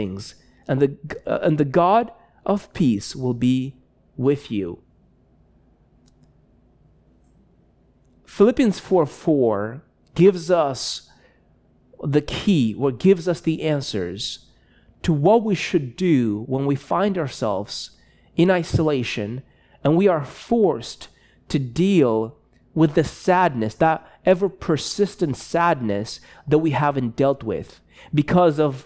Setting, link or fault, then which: setting, large echoing room